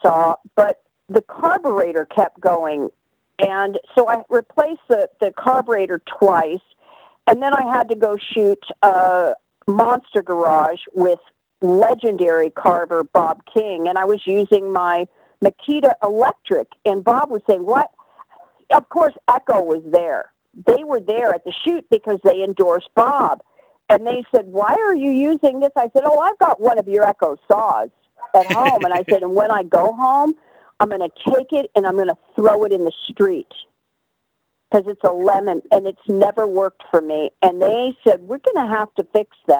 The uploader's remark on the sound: All 3 interviews were recorded by phone in the midst of the COVID-19 pandemic.